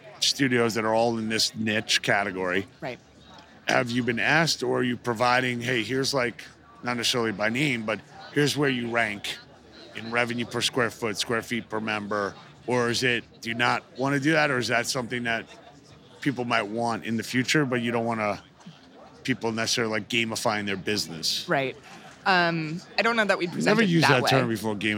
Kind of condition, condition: setting, busy venue